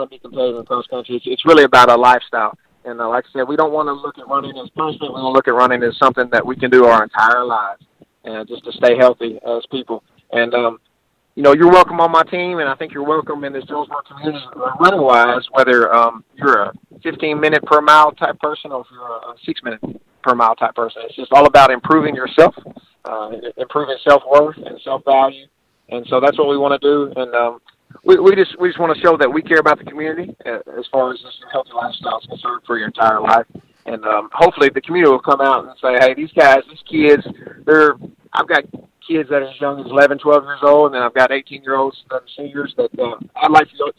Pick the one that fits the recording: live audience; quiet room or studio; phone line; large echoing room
phone line